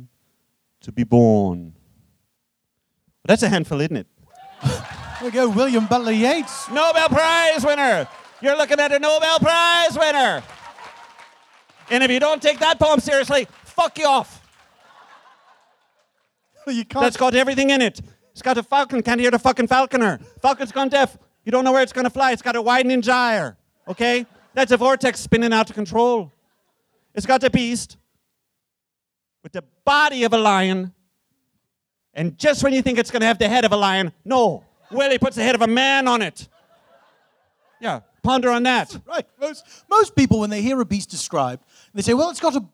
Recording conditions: live audience